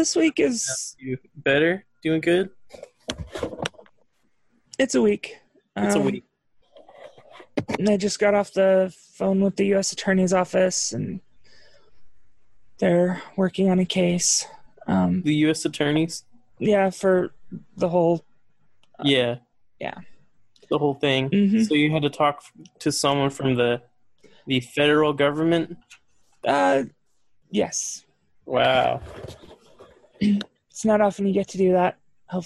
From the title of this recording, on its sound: ZOOM CONFERENCE